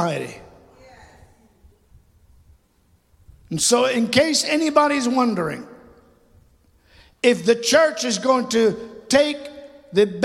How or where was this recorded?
large echoing room